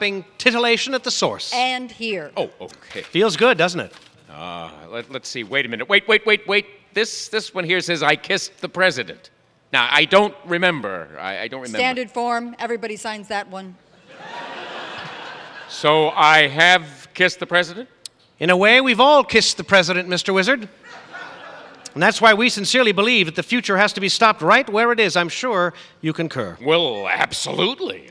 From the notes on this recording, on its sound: recorded before a live audience